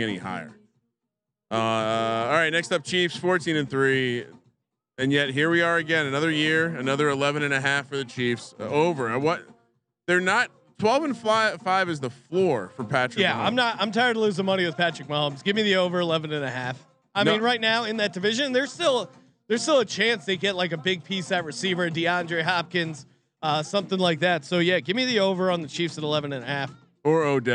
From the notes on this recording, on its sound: live from Circa Stadium Swim